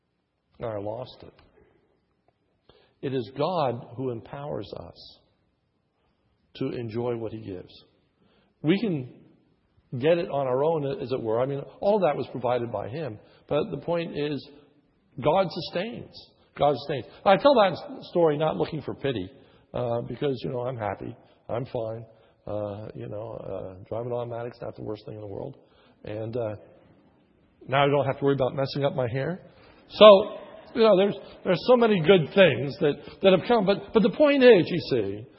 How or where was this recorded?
large echoing room